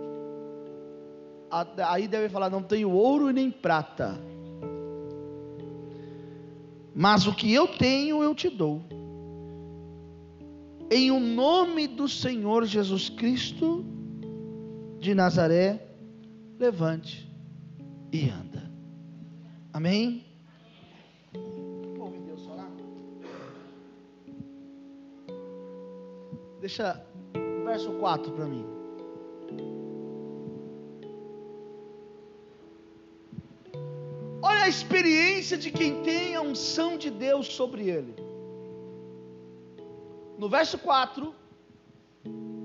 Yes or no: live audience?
yes